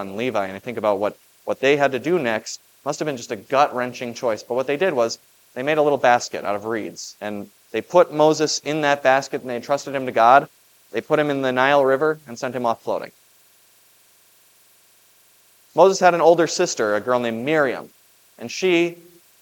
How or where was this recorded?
large echoing room